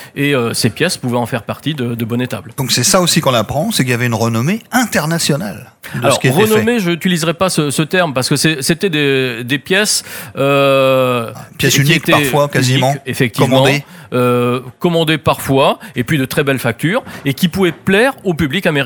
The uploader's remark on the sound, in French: Était sur les radios de la FRAMA en direct du salon du livre.